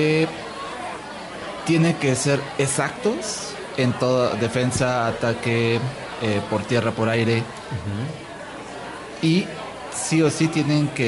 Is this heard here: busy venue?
yes